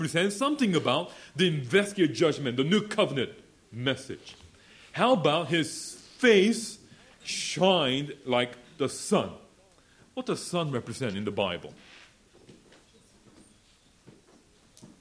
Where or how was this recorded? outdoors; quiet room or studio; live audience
live audience